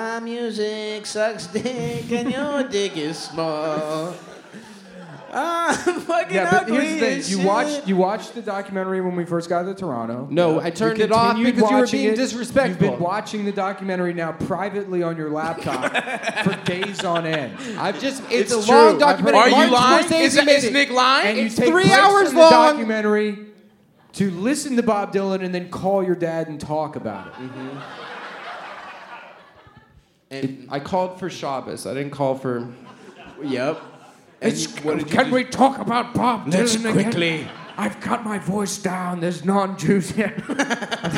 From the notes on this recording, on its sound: Otowa 2019 (Live Show)